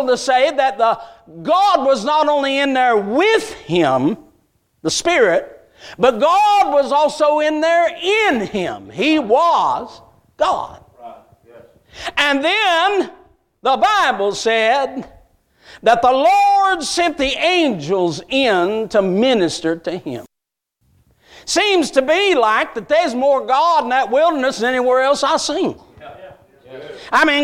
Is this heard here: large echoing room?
yes